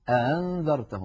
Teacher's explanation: وبعضهم من القبائل كان يسهل الهمزة الثانية